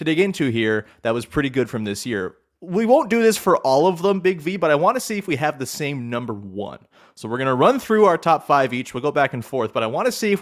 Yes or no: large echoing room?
no